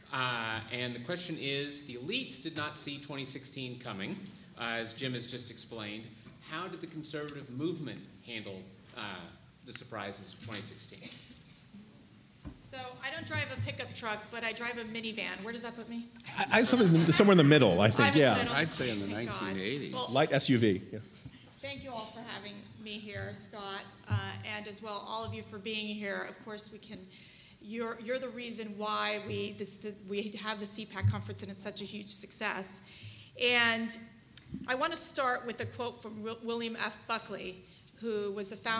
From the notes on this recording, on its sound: this week we present a recording of CRC's panel at CPAC